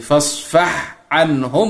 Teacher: الحاء والعين من وسط الحلقة